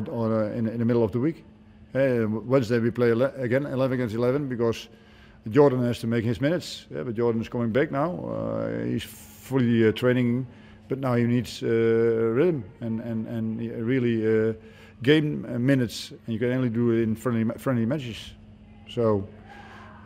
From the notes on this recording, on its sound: Hyundai A-League 2019/20 Round 5 | Post-Match Press Conference.